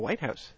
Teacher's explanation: you stressed the first word, White House